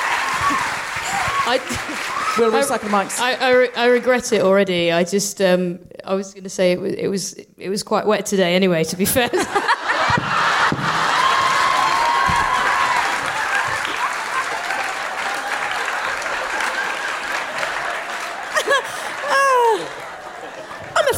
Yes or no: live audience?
yes